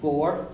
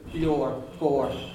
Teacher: When we have ABH in the middle of a word like that, ABHI, it's a closed O sound